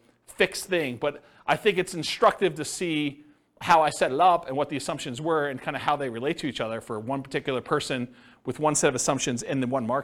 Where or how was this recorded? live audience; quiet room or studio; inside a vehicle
live audience